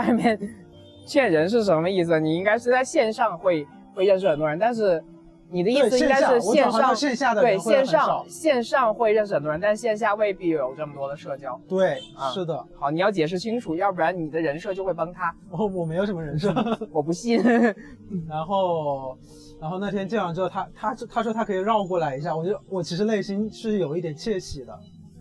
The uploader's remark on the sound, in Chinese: 这是在西安城墙下录制的一期播客